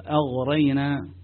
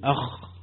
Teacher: Do not press too hard and stop vocalization. It has to be vocal, the Ghain, for it to be heard. · Shown in: first take